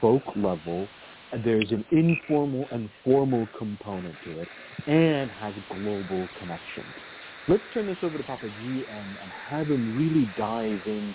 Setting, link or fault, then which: link, phone line